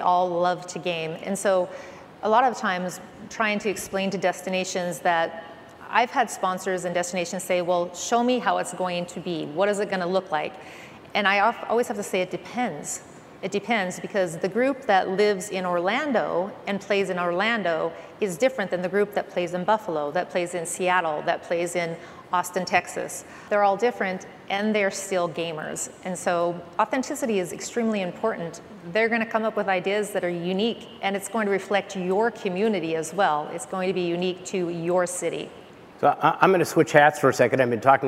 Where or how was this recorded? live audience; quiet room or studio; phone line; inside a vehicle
live audience